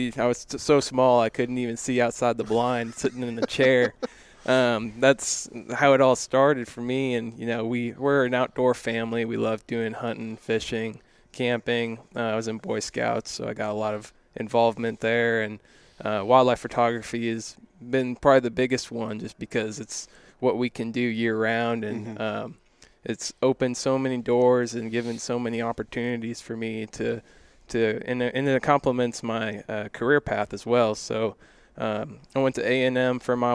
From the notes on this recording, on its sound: got to sit down at the 2023 Hunt Fish Podcast Summit